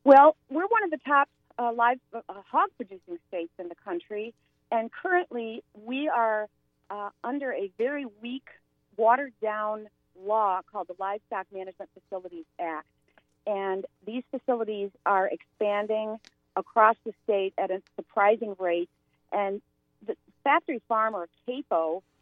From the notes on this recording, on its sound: call in from from central Illinois